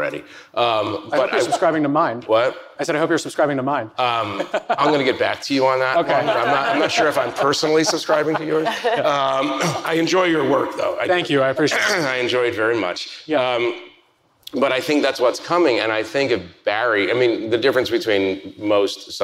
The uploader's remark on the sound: comes to you from the Milken Institute's 2022 Global Conference